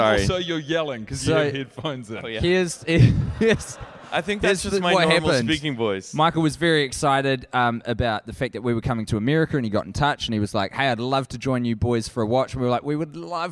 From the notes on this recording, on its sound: Recorded at the Now Hear This festival in Anaheim, California.